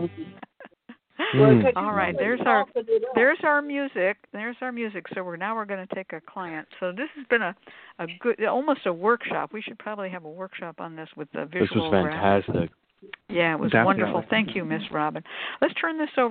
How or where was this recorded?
phone line